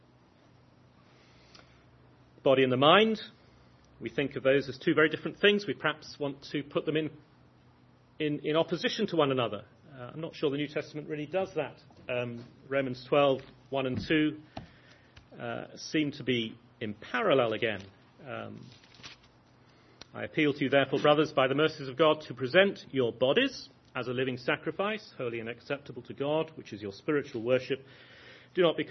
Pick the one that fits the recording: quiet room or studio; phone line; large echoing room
large echoing room